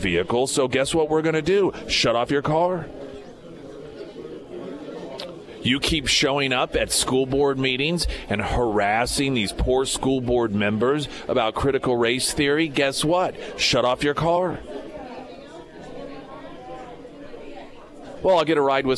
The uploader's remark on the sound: live at Scramblers Diner